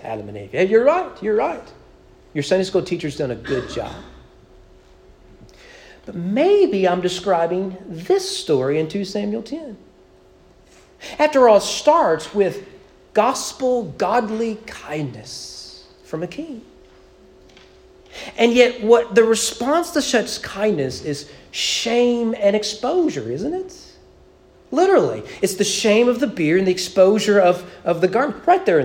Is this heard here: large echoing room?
yes